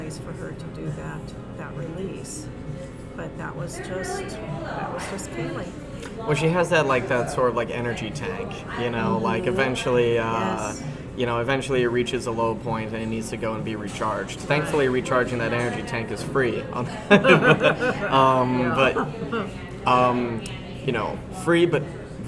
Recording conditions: background noise